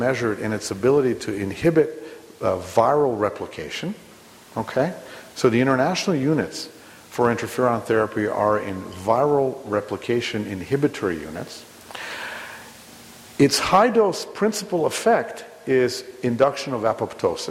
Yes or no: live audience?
yes